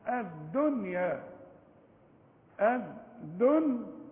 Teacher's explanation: انما في عندنا كلمتين نون بعدها ياء اظهار، العلماء بيسموه اظهار مطلق